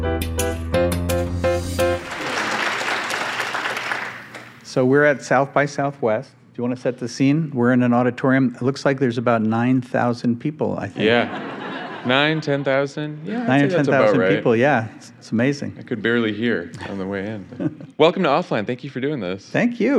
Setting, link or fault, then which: setting, live audience